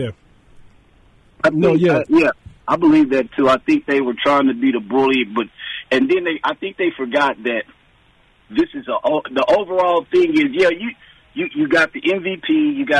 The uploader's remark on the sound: joins over the phone